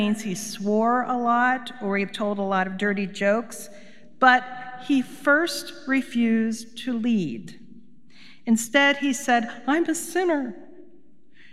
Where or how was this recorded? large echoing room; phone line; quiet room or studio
large echoing room